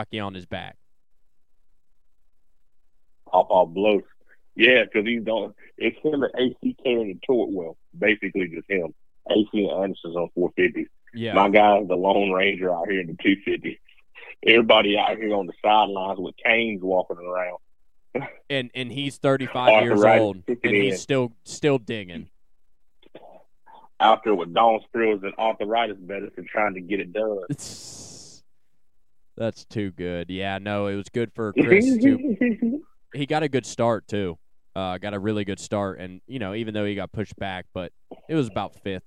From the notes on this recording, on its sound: have a call in from FirePower Honda 250SX East Riders